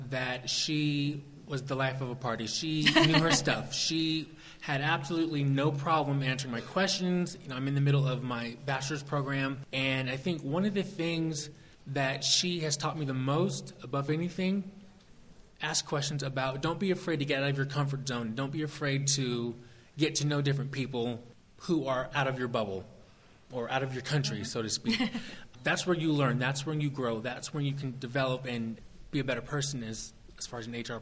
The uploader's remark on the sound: Live in front of an audience recording. This was part of our session with the Emerging Professionals group at SHRM19 in Las Vegas.